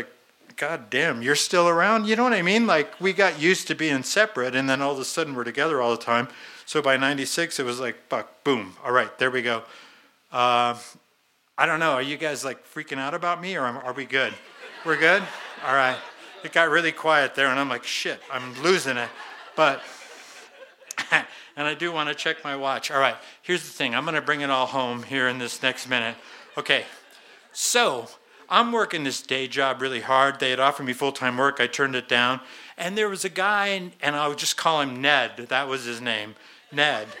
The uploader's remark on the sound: in front of our live audience on 15 November 2017 at Buntport Theater in Denver, Colorado